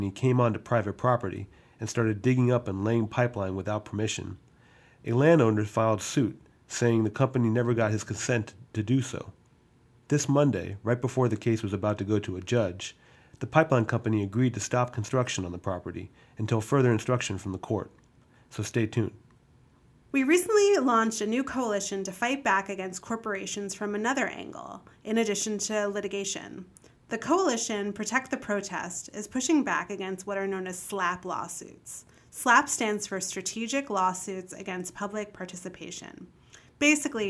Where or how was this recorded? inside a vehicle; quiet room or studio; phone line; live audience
quiet room or studio